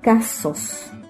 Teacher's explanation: Es un tipo de palabra y tenemos como ejemplo ahí casos, se separa en sílaba y donde se carga la voz o se acentúa en la penúltima sílaba · Term: palabras llanas o graves